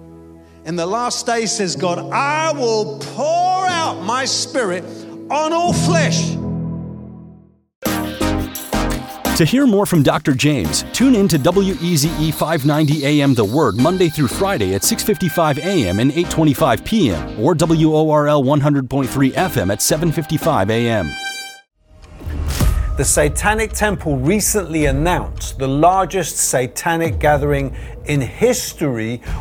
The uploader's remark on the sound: preaching at a Church in Thailand